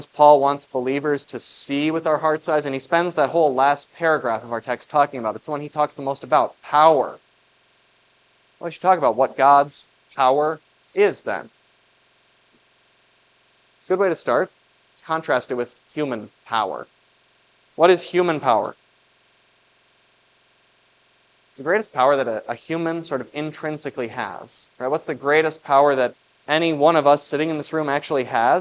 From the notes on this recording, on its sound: was preached for the Festival of the Ascension at Grace of God Lutheran on May 21, 2023